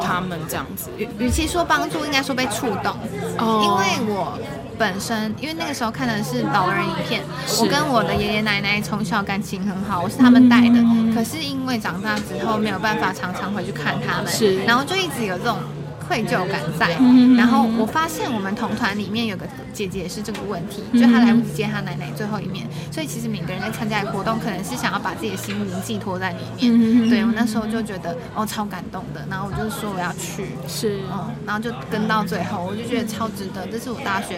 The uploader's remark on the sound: 如果有些人對於錄音的背景有點吵吵不太喜歡，在這裡先說聲抱歉；不過這就是我一開始就想要營造的氣氛喔~呵呵。 If some people don't like the noisy background of the recording, I apologize here; but this is the atmosphere I wanted to create from the beginning~ hehe.